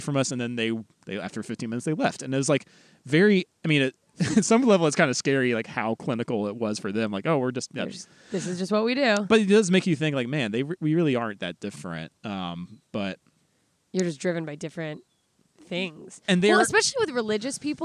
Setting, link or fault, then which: setting, outdoors